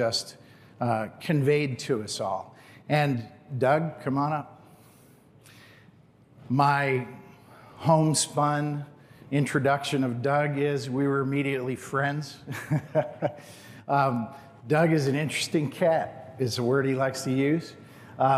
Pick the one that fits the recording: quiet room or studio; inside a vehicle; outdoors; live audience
live audience